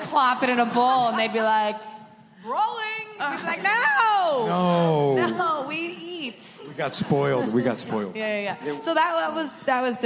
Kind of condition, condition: setting, busy venue